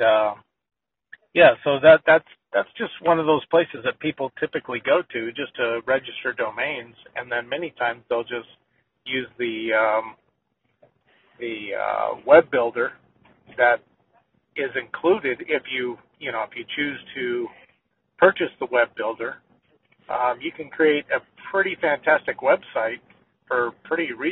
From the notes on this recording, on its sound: conference call